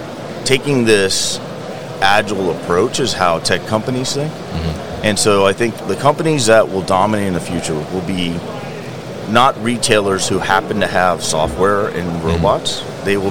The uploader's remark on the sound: SVT Robotics at MODEX 2022